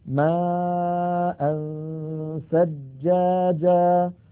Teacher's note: نهيئ فمنا على مخرج الساء بأن نضع طرف لساننا على أطراف الثنايا العليا وننطق غنة